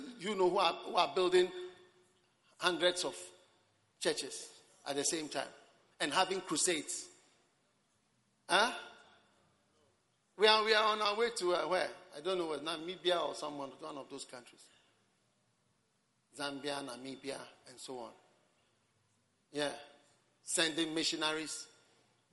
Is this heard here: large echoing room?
yes